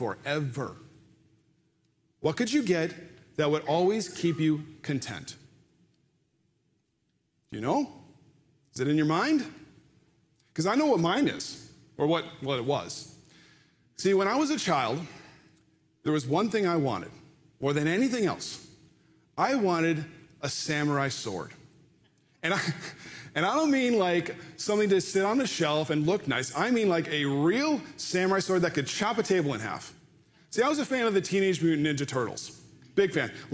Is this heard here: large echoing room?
yes